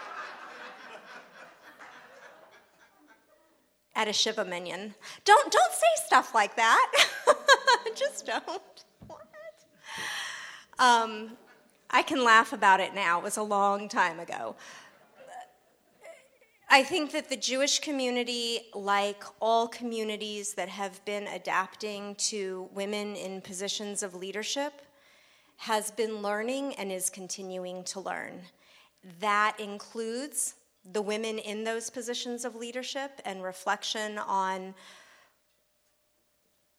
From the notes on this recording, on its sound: A live podcast recording followed by dinner and conversation to bring together the Black/African-American and Jewish Communities.